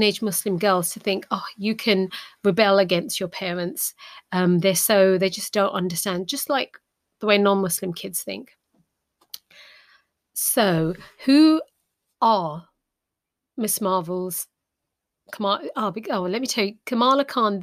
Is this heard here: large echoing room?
no